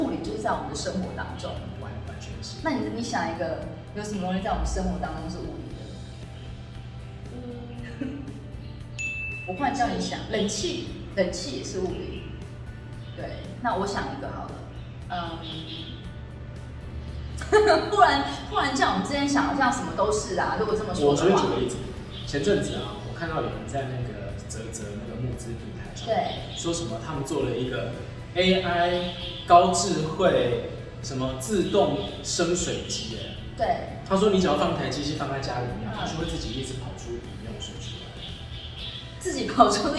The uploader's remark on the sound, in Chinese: 這一集我們在一個連隔間的水泥牆都還沒砌好的空屋裡錄製, 回音真的比較大, 要請大家包涵！